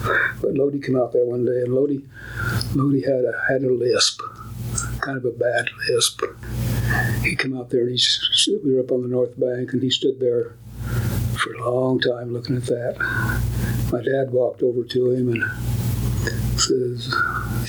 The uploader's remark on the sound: Near Overton, Nevada. At the Lost City Museum. Please note the conference room we used at the museum was a touch noisy, forgive us for the background noise.